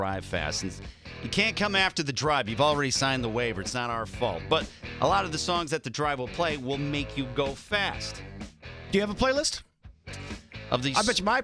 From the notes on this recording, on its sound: In honor of Nascar being in town. Some Drivers call.